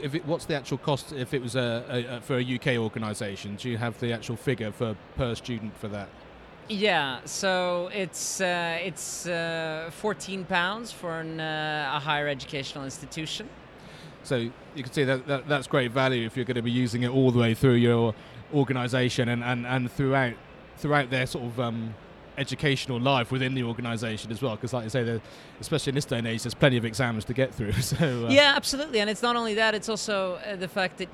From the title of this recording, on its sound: Live from Bett Show 2017